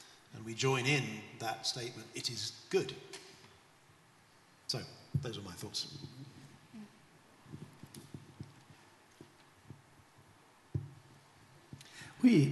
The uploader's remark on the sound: This GodPod was recorded as part of a special event at St Mellitus College.